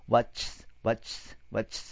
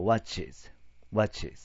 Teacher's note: チっていう音とスっていう音はちょっと音が似てるんだよね。作り方が。どっちも、舌を歯の前方につけるんだけども、その位置がちょっとずれるわけね。だから、似てるからね、切り替えが難しいわけ。だから、切り替えの時間のために、イっていう音を入れるわけ。だから、ワッチーズ、ワッチーズってなるわけ。こういうふうに最初のね、ワッチがあって、そこに新たに ES をつけたやつは全部 is になります。ね。それに対して、bridges。ね。これ、bridge は bridge なんだけども、E に S をつけてるわけ。ね。うん。 S をつけただけね。さ、watch は、watches は ES をつけたわけ。S をつけた場合はね、ちょっと細かいことになるけども、二通りあるわけ。ね。さっきの lives は、lives にならなかったじゃない。ね。ね。ところが、bridges は ES を